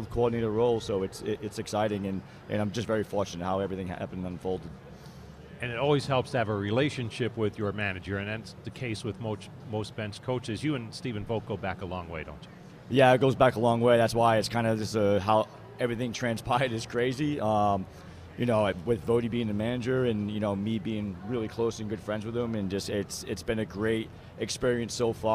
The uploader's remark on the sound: We're live from Guards Fest in snowy Downtown Cleveland. On the Cleveland Guardians Radio Network.